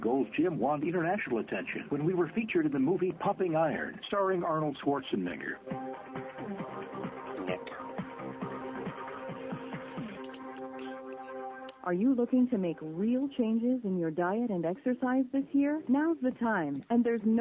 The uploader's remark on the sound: …'s Personal Prank Phone Calls Collection.